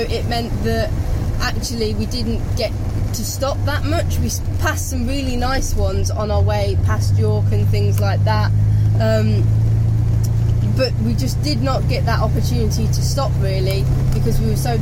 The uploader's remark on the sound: all recorded from my 1968 Morris Minor, Peggy